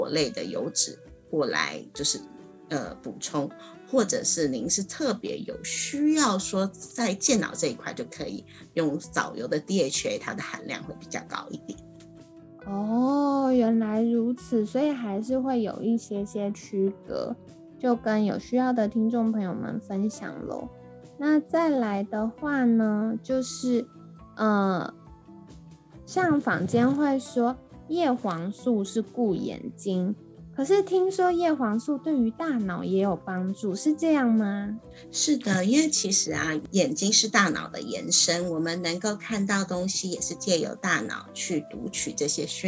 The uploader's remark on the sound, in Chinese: 本集節目採遠端錄音，因此音質上可能會有點雜訊